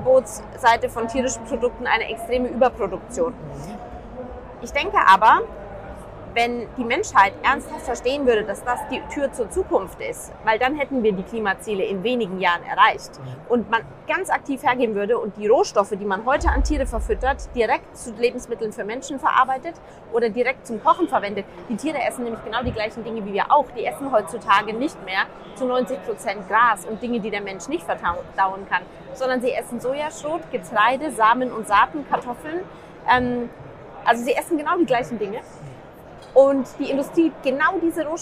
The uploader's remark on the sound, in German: Live auf der Intergastra. In der StartUp-Box vom DEHOGA Baden-Württemberg.